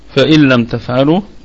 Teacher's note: الكلمة كلها مرققة والهمزة محققة تثبت في البدء والوصل